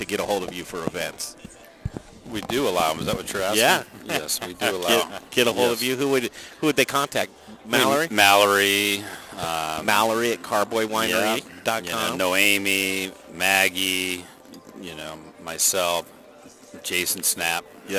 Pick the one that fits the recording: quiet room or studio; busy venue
busy venue